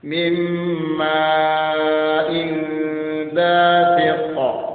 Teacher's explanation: ini ikhfa, ikhfa ditahan beberapa saat